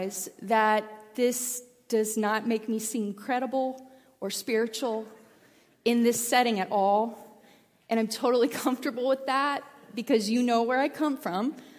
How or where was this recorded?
large echoing room